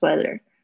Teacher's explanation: 他还是介在 T 跟 D 之间的那个发音的位置